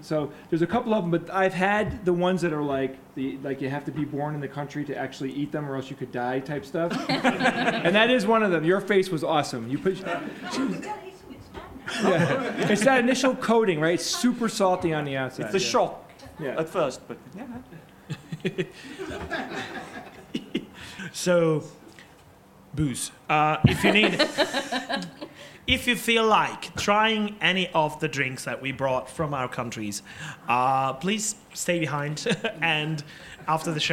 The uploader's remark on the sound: QED Live Recording. This episode is the first of its kind as it is the live recording from QED 2018 that happened in Manchester in the middle of October.